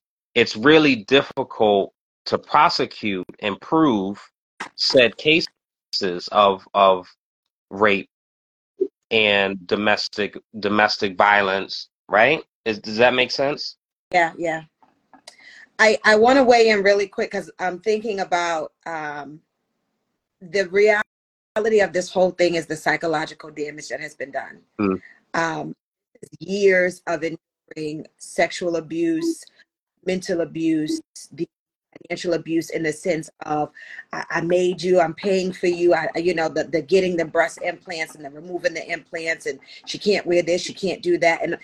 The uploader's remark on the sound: the audio version of our Instagram live edition